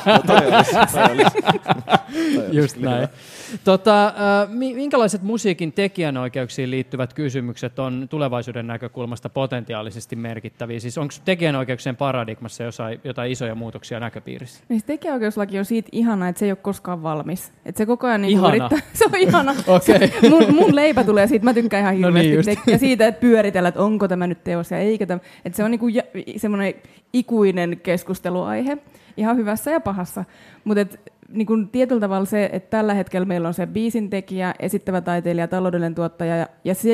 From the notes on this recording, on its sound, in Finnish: Ohjelma on tallennettu liveyleisön edessä Helsingin Töölössä pidettävillä Sideways-festivaaleilla.